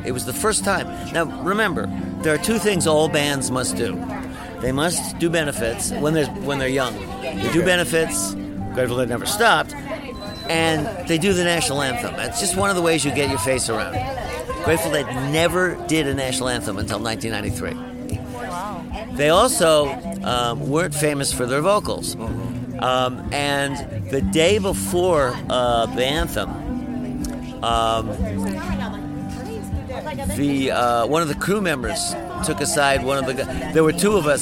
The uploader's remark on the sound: Taking The Trip To Skull & Roses Festival. This is an audio documentary of our experience at this historic and incredible festival. A short backstage interview.